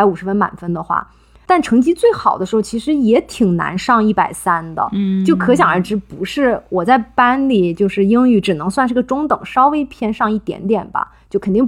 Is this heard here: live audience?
no